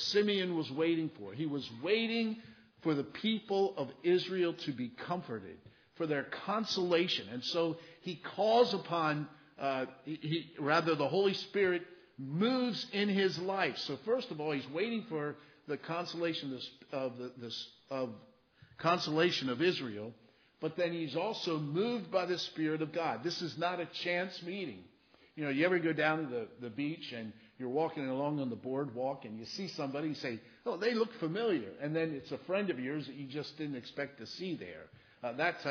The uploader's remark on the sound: Christmas Eve Service (Audio)